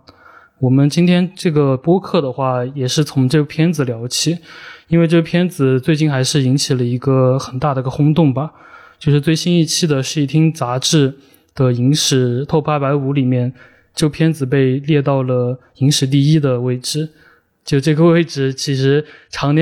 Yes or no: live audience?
no